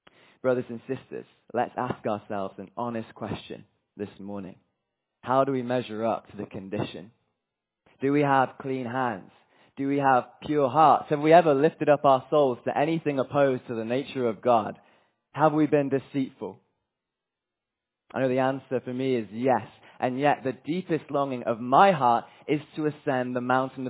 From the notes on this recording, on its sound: From Emmanuel Church Durham on Sunday 25th June, 2023, as we were joined by delegates from the ‘Revive Our Hearts Europe’ conference.